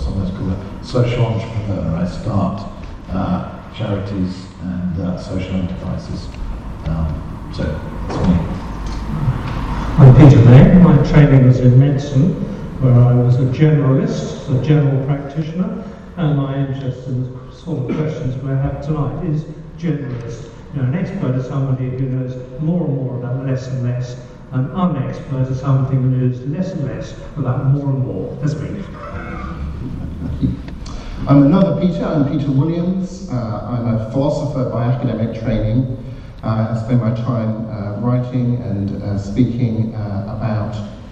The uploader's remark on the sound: Questions Panel at Highfield Church